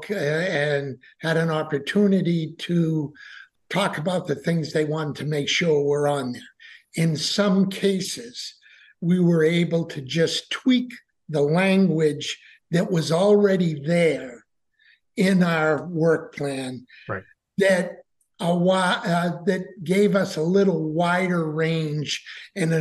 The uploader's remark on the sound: We had our conversation via the Zoom Conference Bridge on Friday, January 5, 2023.